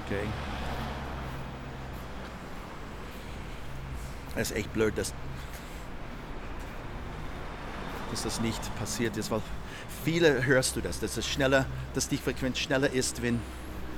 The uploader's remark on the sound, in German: Die aufnahmen zur Sendung entstanden an der slowenischen Küste, in Südkärnten, den albanischen Alpen, Wien Favoriten, Döbling und Josefstadt.